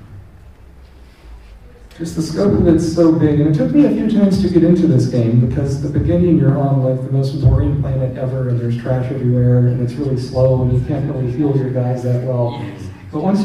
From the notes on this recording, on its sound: Rose City Comic Con 2023 Live Panel. Live panel hosted at Rose City Comic Con 2023. Given this is a live event, the audio quality is a bit rough.